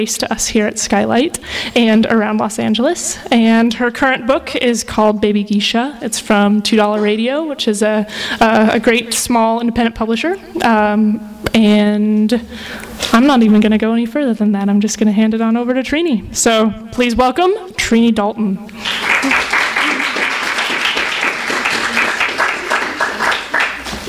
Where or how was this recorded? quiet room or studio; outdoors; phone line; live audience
live audience